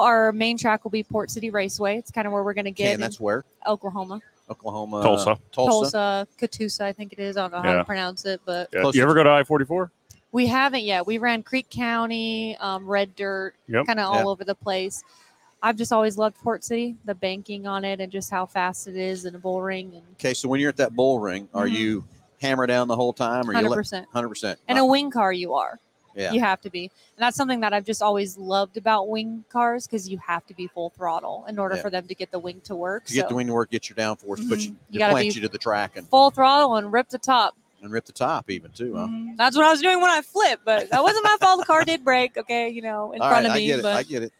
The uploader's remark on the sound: Live from PRI Trade Show in Indianapolis, IN.